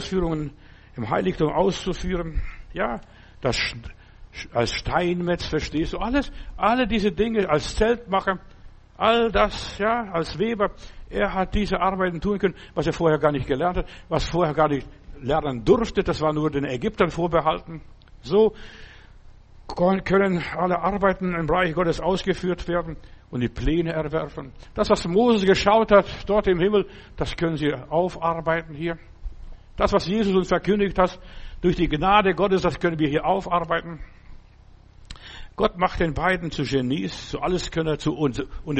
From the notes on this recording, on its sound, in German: September 2023 im Gemeinde-Zentrum in Berlin aufgenommen.